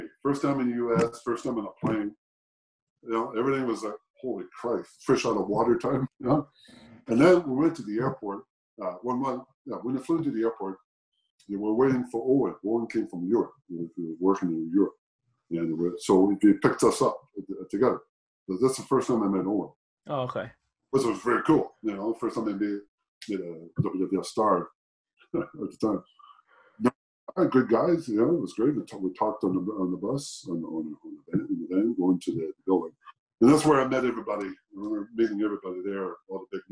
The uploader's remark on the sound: Recorded via Zoom